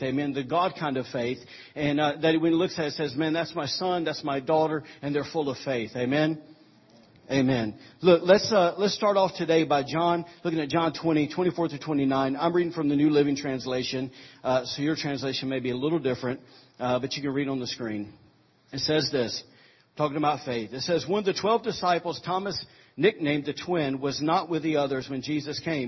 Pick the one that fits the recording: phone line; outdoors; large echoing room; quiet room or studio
large echoing room